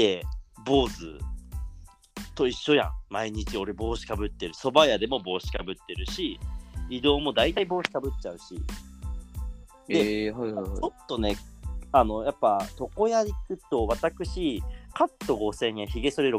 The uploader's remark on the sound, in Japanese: リモート収録2022.04.20